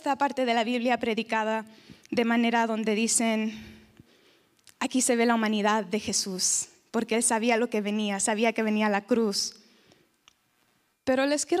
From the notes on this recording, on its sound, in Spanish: Predicaciones grabadas EN VIVO en la Iglesia Visión Mundial Para la Familia, Disciples Of Christ, Christian Church, en la ciudad de Arlington, Texas, USA